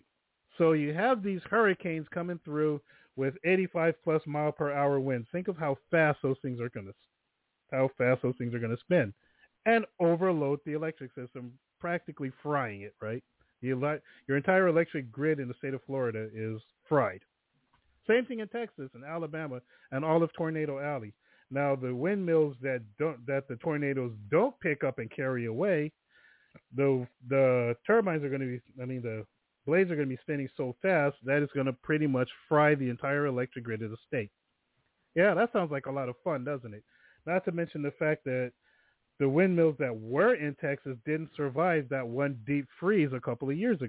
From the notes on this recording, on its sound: THe phone lines are open in the second hour.